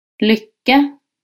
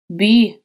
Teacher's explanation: Это нечто среднее, что-то между нашим русским И и Ю. Нам нужно тянуть звук И и складывать при этом губы дудочкой, как будто бы мы произносим русское У.